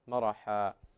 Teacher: الألف هنا في مرحا تمد مدا طبيعيا في حال الوقف بمقدار حركتين